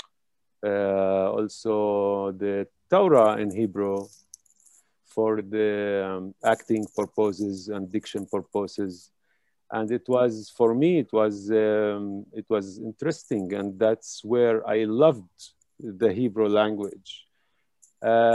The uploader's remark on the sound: This event was held live via Zoom